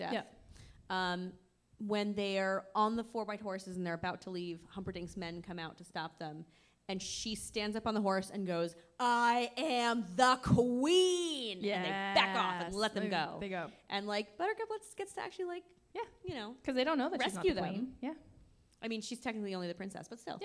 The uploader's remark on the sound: Recorded at The Comedy Studio in Somerville, MA, as part of the Women in Comedy Festival. In front a live studio audience.